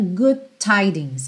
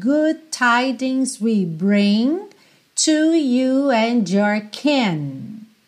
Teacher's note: Logo aqui no começo, a gente tem essas duas primeiras palavras ligadinhas. Good, termina com D. Tidings, começa com T. A gente junta good tidings